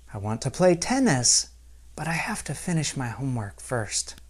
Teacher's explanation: my intonation rises at the end of the first clause. I want to play tennis, and my intonation falls at the end of the second clause. · Term: rising intonation